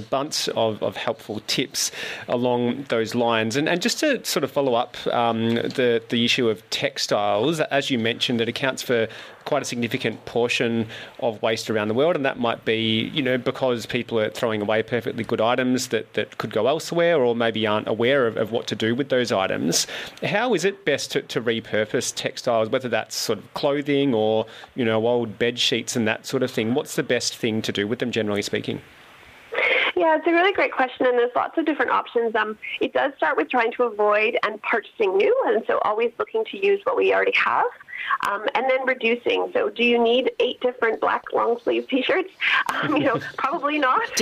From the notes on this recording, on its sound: Calls. Gets on the horn.